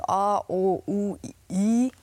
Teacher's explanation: die Vokale in der Schweiz sind hinten im Holz, also A, O, U, I · Term: Schweizer Akzent